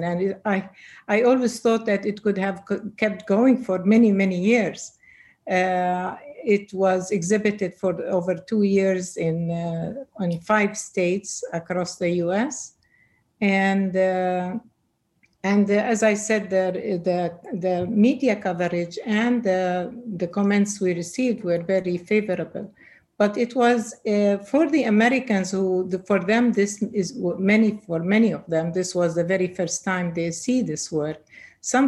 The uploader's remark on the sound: Our long-form interview series, hosted on Zoom. There is a moderated town-hall style Q&A with questions coming from the live virtual audience on Zoom.